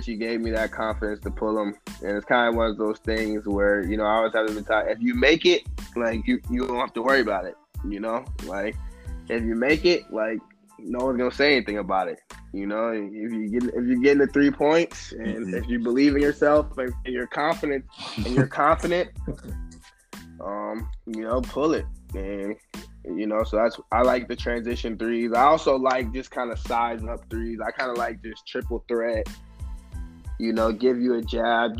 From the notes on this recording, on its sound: Talk over the phone.